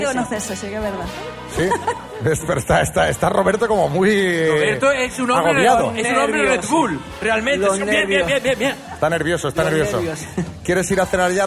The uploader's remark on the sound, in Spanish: Las Mañanas KISS desde ALICANTE. Lleno total en nuestro programa en directo en Alicante. Nuestra tradicional cita a ciegas sobre el escenario.